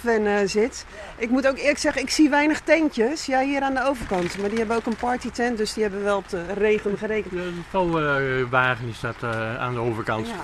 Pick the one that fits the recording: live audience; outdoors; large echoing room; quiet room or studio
outdoors